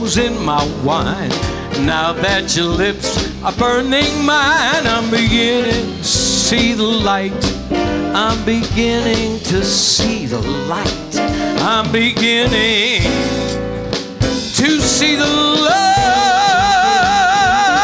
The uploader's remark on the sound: Live at the South Point Casino